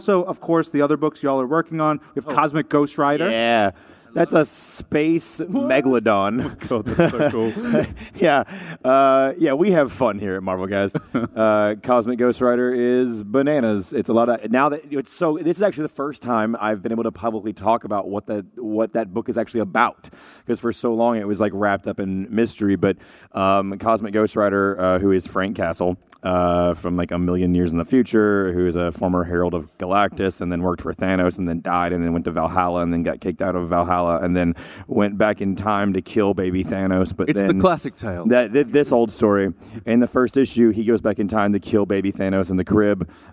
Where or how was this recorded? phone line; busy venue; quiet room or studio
busy venue